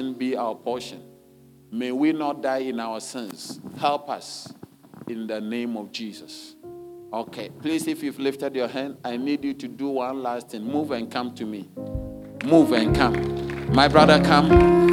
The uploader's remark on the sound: Sermon delivered on Sunday, January 07, 2024, at Serious Christian Church in Cape Town, South Africa.